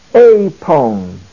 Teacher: It has the circumflex accent over it, which means the emphasis is to be placed on this first syllable, the diphthong.